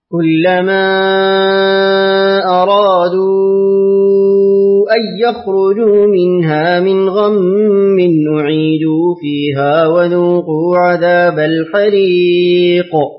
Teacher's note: نقرأ لخلف بترك الغنة